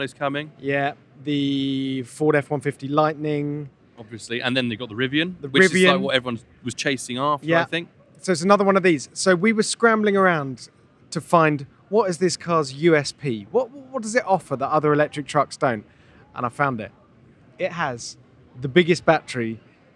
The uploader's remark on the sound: Live From The New York Auto Show! For a stroll around the floor 2023 New York Auto Show.